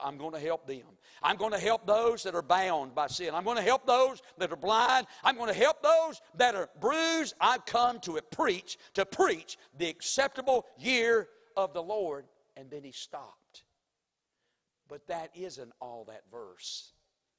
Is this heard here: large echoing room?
yes